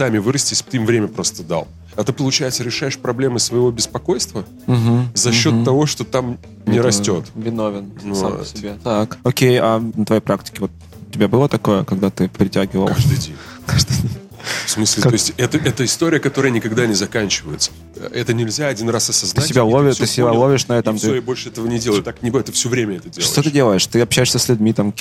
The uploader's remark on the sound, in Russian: Подкаст записан на конференции ProductSense Minsk'19.